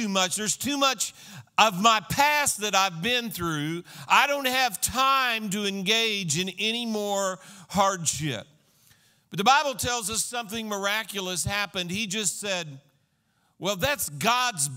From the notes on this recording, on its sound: This was a sermon recorded at Christian Life Cathedral, Fayetteville, AR, on 9/26/2015